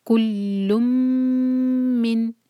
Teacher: Next word ہے کل من، اگین کل نہیں پڑھیں گے، لم، اور پھر میم کو ہولڈ کریں گے. کل من، میم کو دو سیکنڈس ہولڈ کریں گے